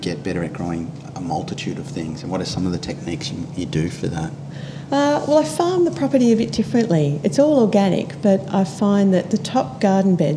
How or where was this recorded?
outdoors